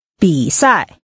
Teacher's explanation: The tones are falling, rising, and falling.